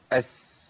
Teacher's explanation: السين فيها ايه جريان صوت. اجربها كده اقول ايه اس، الصوت بيمشي، يبقى دي من الحروف اللي بيجري فيها ايه الصوت.